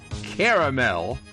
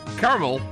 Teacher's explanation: the two-syllable variation, caramel, commonly heard in the Midwest and Western United States, is conversational version, dropping the middle A sound. · Shown in: second take